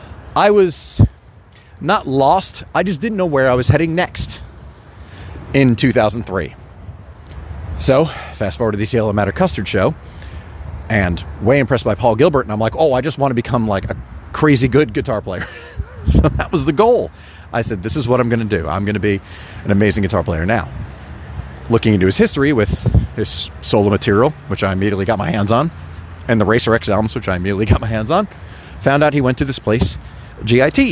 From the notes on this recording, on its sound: Speaks directly into his phone while walking the streets of New York City, where it all happened.